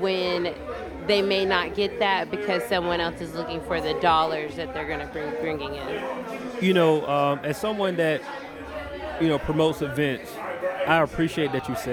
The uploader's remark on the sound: Kicking It At Adventure ATL Fest 2018. Live at The Masquerade Atlanta.